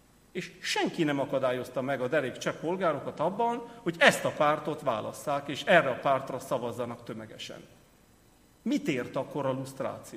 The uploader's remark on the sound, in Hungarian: Az Eötvös Csoport és a Társadalmi Reflexió Intézet 2018. Január 17-i "Múltfeldolgozás, ügynökügyek, emlékezetpolitika" című rendezvényének felvétele.